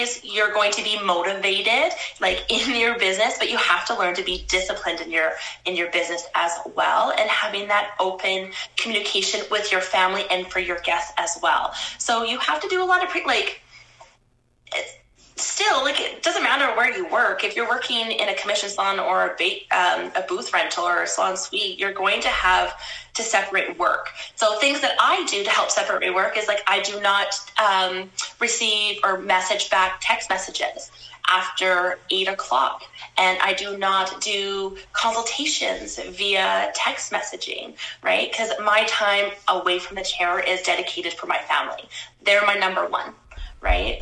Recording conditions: video call